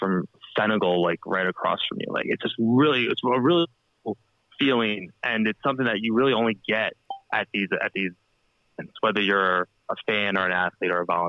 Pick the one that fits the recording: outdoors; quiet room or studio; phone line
phone line